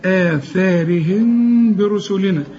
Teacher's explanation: ثم قفينا الفاء أرجوك رققها على مد طبيعي، مد أربع حركات عند الوصل، على آثارهم رأى الثاء دي بالمد كمان آثارهم، برسلنا، بس في ميم خد بالك، آثارهم برسلنا. الميم دي اقفل فيها شفايفك إذا وقفت عليها، إنما يحصل انفراج في الشفايف، ما تضم الشفايفك عند الوصل